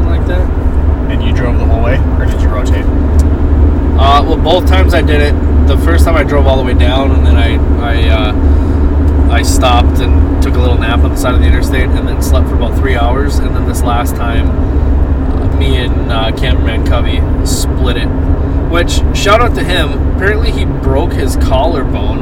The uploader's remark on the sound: In the truck on the adventure across North Dakota.